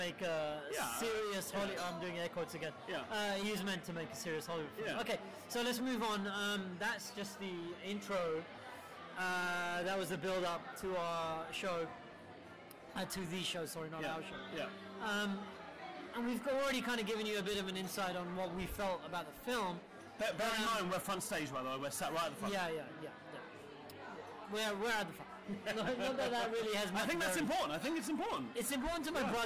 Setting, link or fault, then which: setting, busy venue